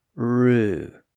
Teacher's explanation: If you say the word rue, as in you'll rue the day, notice how little movement there is between the initial R sound and the U vowel sound that follows it · Term: approximant